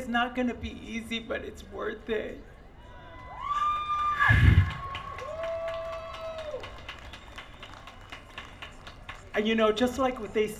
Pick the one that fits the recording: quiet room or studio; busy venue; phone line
busy venue